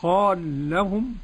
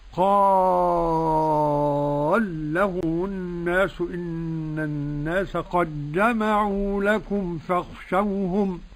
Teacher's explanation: قرأ السوسي بإدغام اللام في اللام